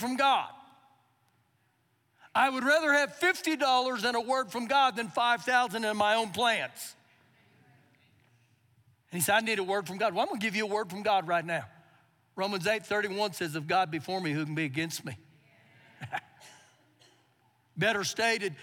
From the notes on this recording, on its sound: Recorded live during our Sunday morning service.